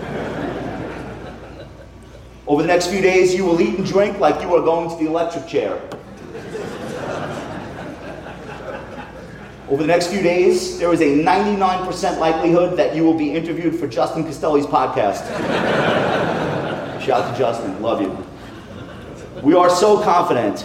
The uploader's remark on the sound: Remarks to the advisor community live from Wealth/Stack.